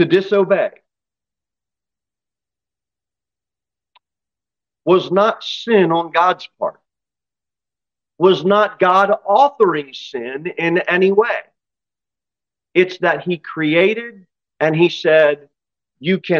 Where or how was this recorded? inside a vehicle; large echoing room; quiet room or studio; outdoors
large echoing room